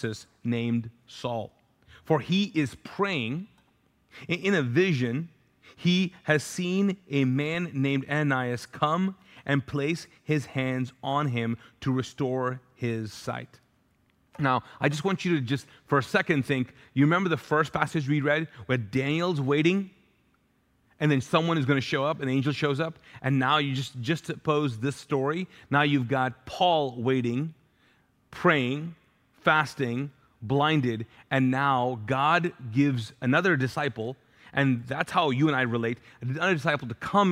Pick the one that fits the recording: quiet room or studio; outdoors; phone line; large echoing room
large echoing room